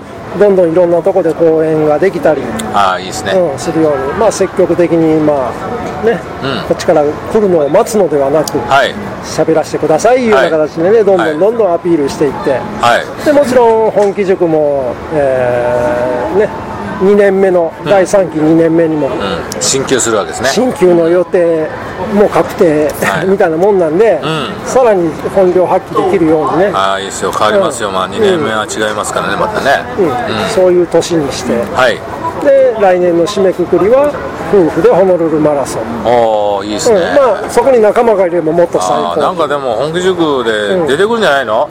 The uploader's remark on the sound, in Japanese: 岡山駅前のイオンのスタバにて